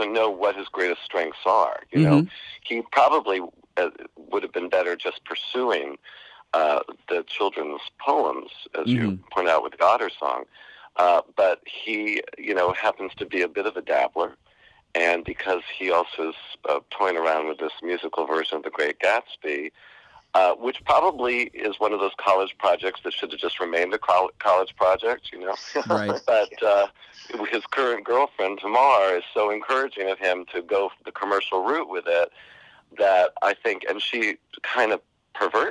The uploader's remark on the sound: phone interview